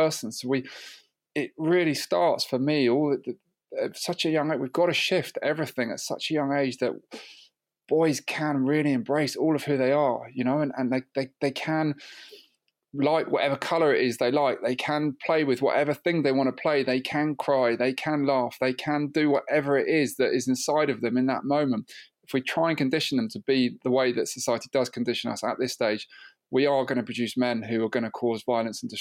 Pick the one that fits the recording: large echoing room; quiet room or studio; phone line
quiet room or studio